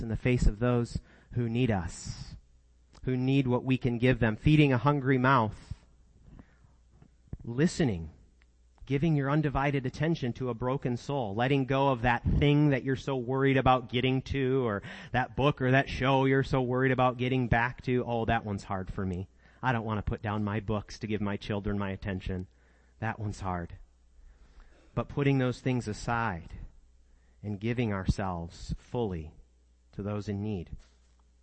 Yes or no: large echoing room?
yes